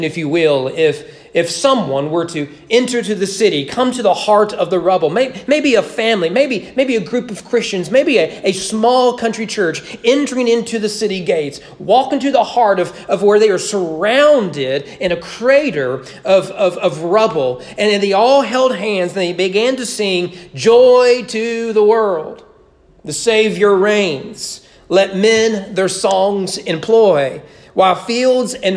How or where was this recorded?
large echoing room